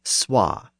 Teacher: a W sound between the initial consonant and the vowel